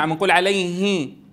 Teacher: الهاء عم نطلع فيها شوية غنة